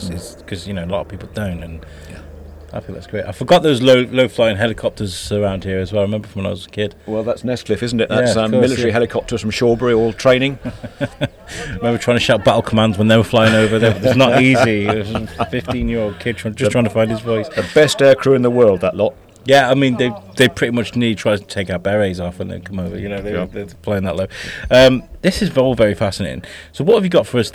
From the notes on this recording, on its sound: Coming to you from outside The Royal Hill Pub in Edgerely on a bright, sunny day